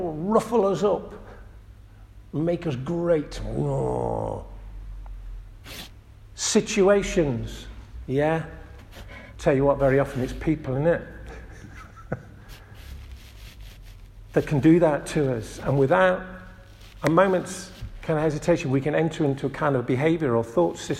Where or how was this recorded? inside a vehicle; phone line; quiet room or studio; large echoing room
large echoing room